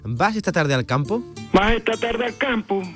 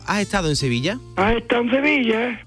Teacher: Sobre todo en las preguntas, el ubriqueño termina la interrogación en alto. · Term: entonación de las frases